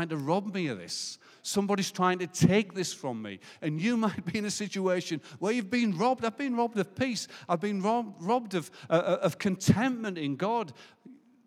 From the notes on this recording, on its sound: Recorded live at Life Church Lancashire on the 7th November 2021.